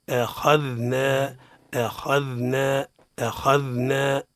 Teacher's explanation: بين الذال خاء مفخم همزة مرققة خاء مفخم ذال مرقق نعطيه رخاوة إذا مفخم بين مرققين فلنحترز من ذلك آخا أخذنا أخذنا أخذنا